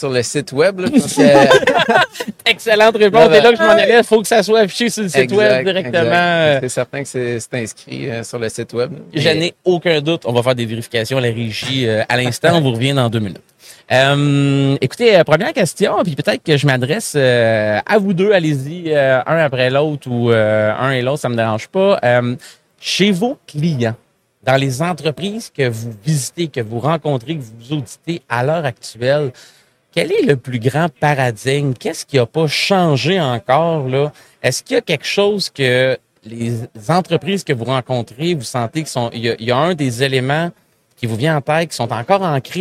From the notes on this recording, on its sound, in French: En direct du Salon Industriel de Terrebonne